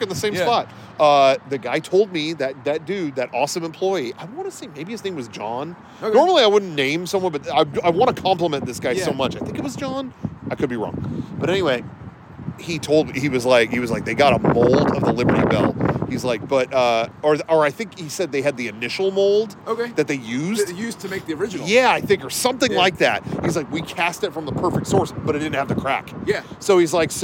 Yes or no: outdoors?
yes